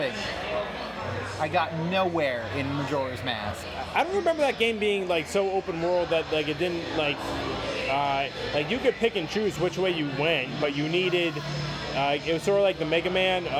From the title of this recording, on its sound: Saturday night at a brewery with live music